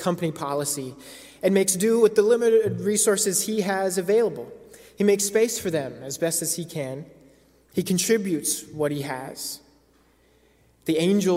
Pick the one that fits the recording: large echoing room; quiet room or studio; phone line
large echoing room